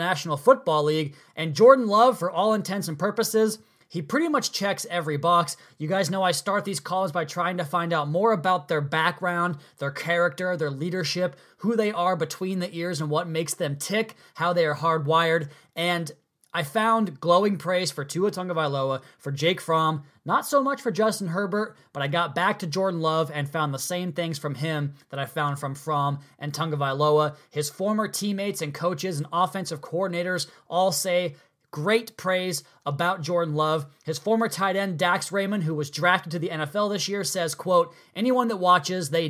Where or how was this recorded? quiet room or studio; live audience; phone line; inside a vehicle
quiet room or studio